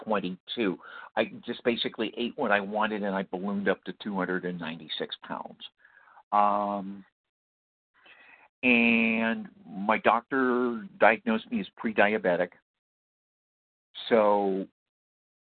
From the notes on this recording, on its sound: qualification from the 100 Pounders Phone Meeting